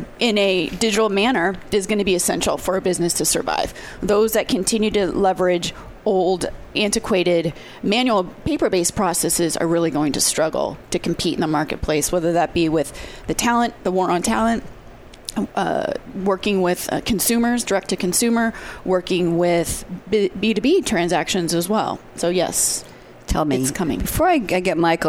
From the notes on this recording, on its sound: live at SAPPHIRE NOW 2017